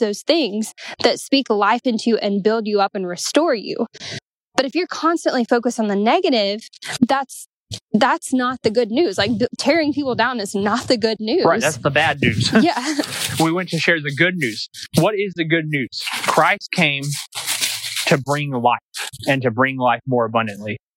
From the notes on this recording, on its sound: we took a walk through nature (Sorry about the crunching sounds)